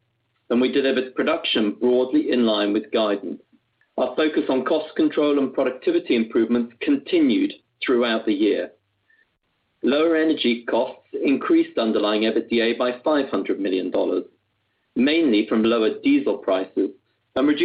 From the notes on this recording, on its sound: conference call